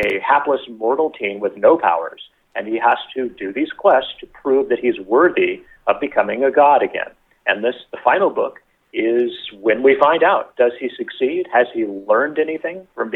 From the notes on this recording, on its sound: called in for a chat